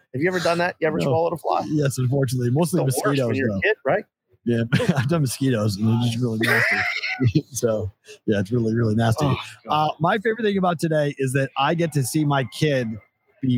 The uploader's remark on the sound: LIVE from Circa Sports in Downtown Las Vegas!